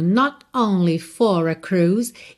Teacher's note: Você não ouve mesmo o T de not, mas a gente tem uma pausa mesmo.